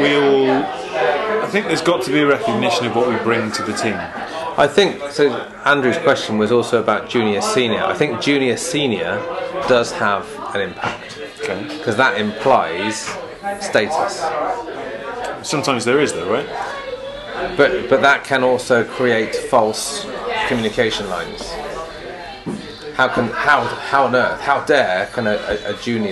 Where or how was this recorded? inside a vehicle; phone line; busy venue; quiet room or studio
busy venue